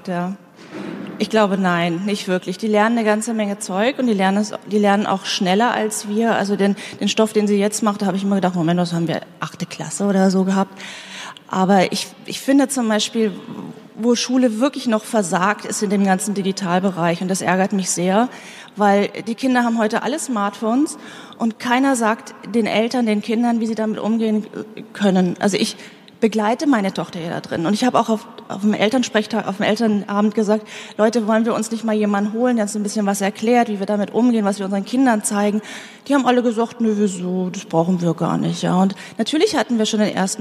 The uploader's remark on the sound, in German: Das digitale #Quartett live on stage